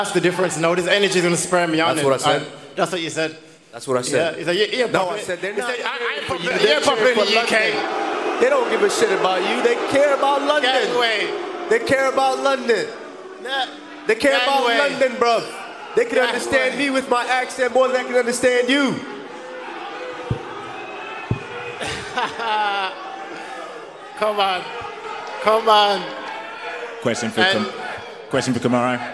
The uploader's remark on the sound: Pre-Fight Press Conference